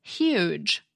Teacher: The H in huge, though, is made by raising the body of your tongue up close to your palate and forcing air through that constriction.